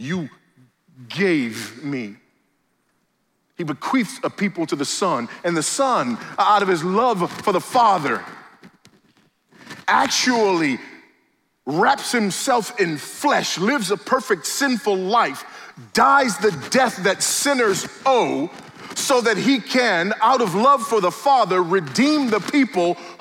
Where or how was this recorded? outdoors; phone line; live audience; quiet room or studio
live audience